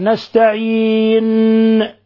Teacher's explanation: وفي خطأ آخر يقع فيه كثيرون، أنه يكبس على النون · Term: طنطنة النون